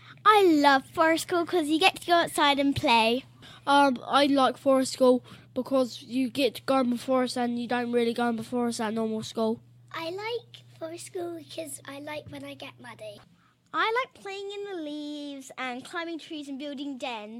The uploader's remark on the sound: The children are the sound engineers and therefore the volume fluctuates!